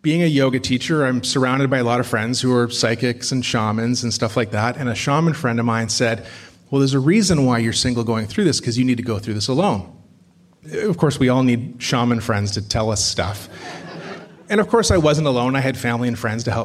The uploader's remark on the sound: Recorded at a Here There event. It is recorded on the unceded territories of the Squamish, Musqueam and Tseil-Waututh nations. Recorded at a Here There event.